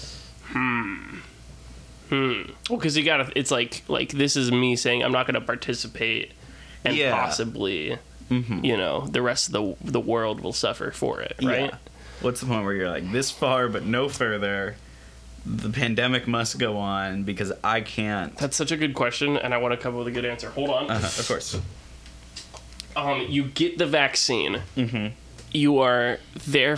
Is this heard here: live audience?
no